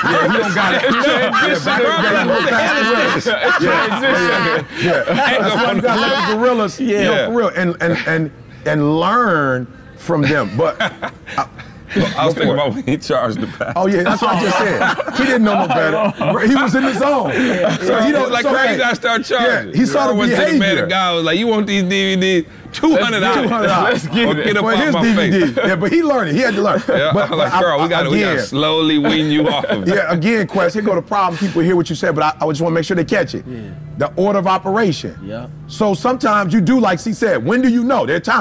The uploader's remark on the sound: This week’s podcast was live from the Phenomenal Life Cruise.